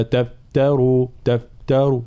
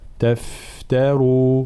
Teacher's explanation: حرف الفاء حرف رخو طبعا، إضافة إلى ترقيقه وهمسه، هو حرف فيه رخاوة فلا بد حال سكونه أن نعطيه حقه من الرخاوة · Shown in: second take